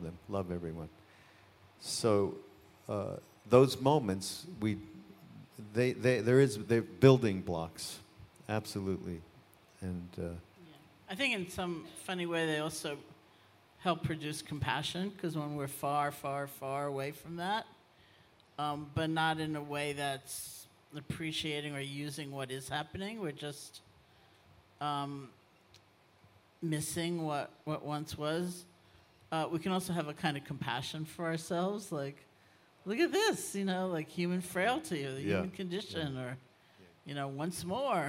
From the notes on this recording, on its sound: Live from the 2017 Spring on Maui Retreat